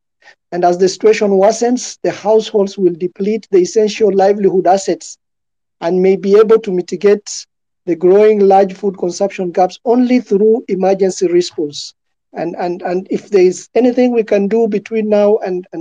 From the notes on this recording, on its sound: Recorded on 2nd October 2021 on Twitter Space.